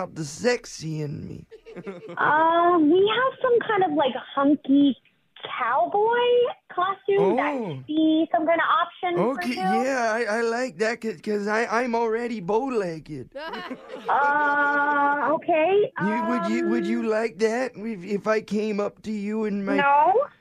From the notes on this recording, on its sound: Phone Tap